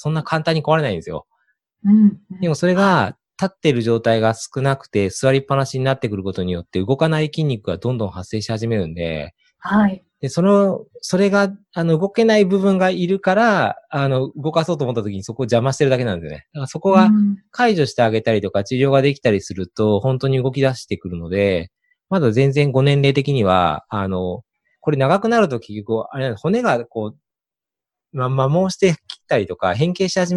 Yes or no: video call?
yes